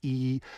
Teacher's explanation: And so we're really blending these pitches so that, practically speaking, if I say E, I've actually made the mouth resonator very small by pushing my tongue forward and lifting the back of it